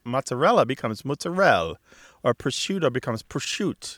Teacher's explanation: This is a softening or weakening of a syllable in the form of what's known as apocope, in which the final syllable is swallowed or dropped. Especially when it's following a stressed syllable.